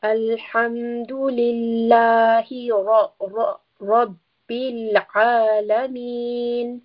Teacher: Ra again is heavy, so we will have a full mouth. Following the ba in Rabbil, we have the letter of lam, which also has a sukoon. · Term: heavy letter ra